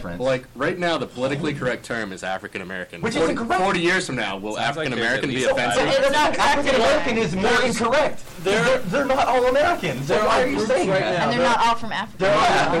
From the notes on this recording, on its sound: We are live from The Medway Lotus! We apologize for the lack of quality.